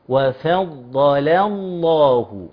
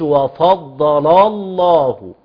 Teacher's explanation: الفاء مرقق الضاد مفخم اللام مرققة بتاعت فضل اللام اسم جلالة مفخم · Shown in: first take · Term: اللام المرققة